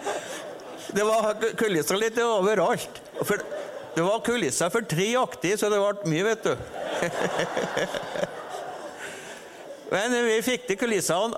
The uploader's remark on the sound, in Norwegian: På trua laus ep.5 (LIVE!)